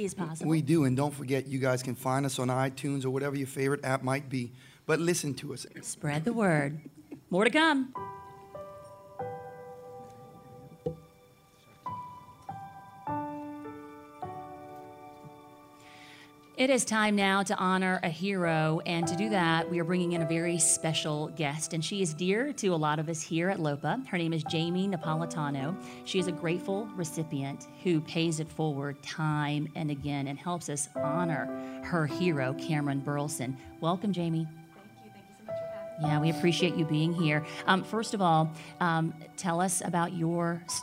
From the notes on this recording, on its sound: Our podcast is recorded live for the first time in front of a studio audience.